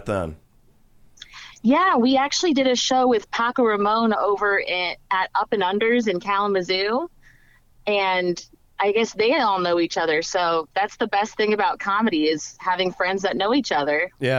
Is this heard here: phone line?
yes